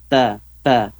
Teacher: Ada hamasnya juga sedikit. Ada anginnya, keluar sedikit.